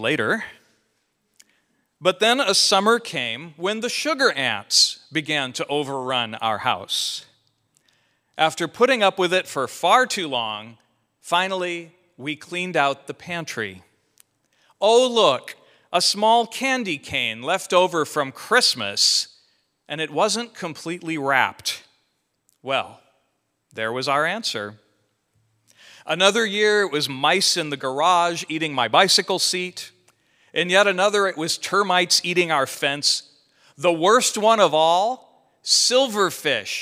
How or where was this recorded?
large echoing room